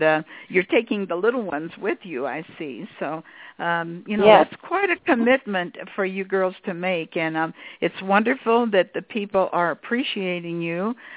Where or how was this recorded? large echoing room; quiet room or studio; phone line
phone line